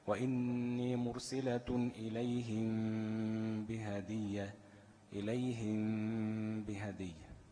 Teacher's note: بنترك فرجة يسيرة بين الشفتين حتى لا تخرج الميم الساكنة من مخرجها · Term: إخفاء شفوي